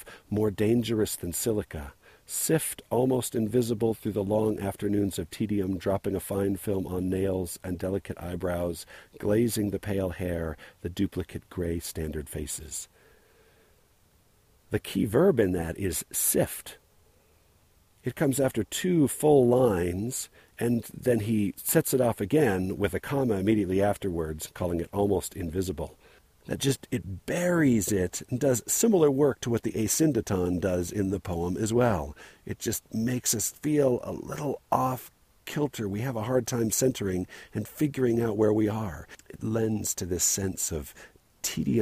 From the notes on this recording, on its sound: Recorded on the Little Baldy trail